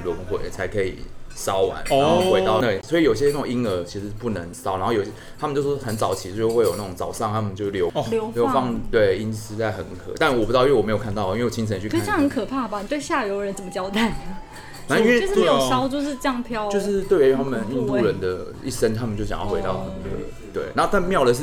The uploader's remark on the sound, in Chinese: 錄音地點： 印度咖哩吧 - Curry Lounge。